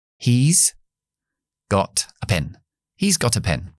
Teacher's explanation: vamos a hacer la contracción y se queda solamente en S.